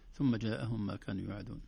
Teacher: فقط حبيت أسمع الغنة في الميم المشددة، مرة أولى قرأتها ثم جاءهم بدون غنة، لكن ما شاء الله قرأتها كلها ممتازة.